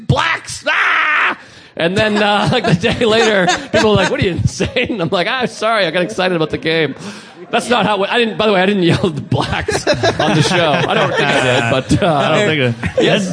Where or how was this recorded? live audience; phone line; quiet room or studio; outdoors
live audience